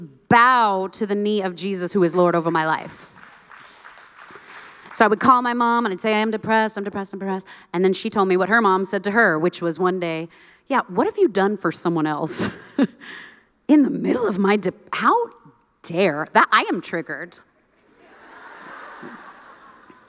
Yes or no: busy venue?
yes